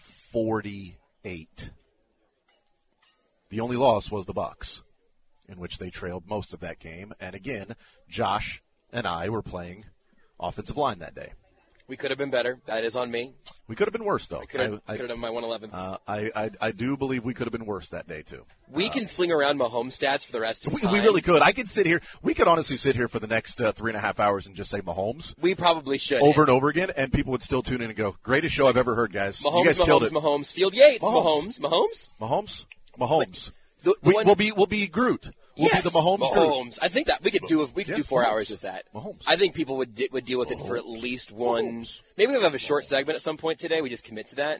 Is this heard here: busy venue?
yes